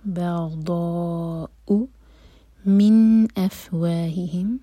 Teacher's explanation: نون پر سکون تو یہاں پر اظہار، جھٹکا نہیں آنا چاہیے اور نہ ہی نون کو ہولڈ کریں گے. من افواہہم، ضمیر سے پہلے ہی پر زور تو افواہہم، پہلے ہاں پر زور دیں گے.